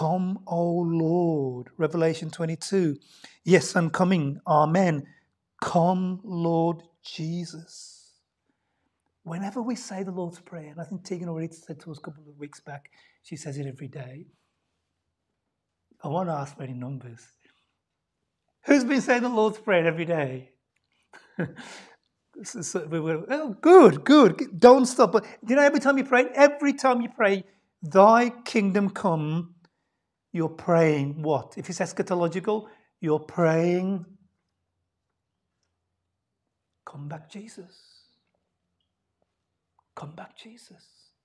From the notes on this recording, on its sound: LIVE STREAM Service. By Living Word Bible Church.